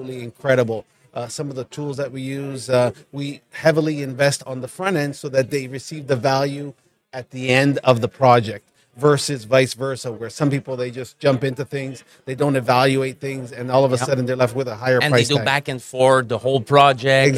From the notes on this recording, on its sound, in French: En direct du Hardtech à Toronto